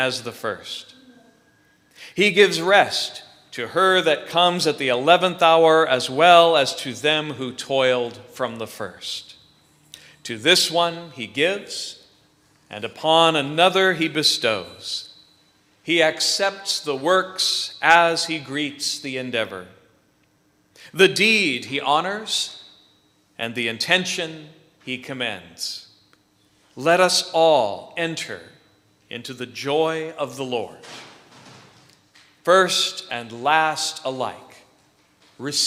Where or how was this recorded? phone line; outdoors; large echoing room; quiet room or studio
large echoing room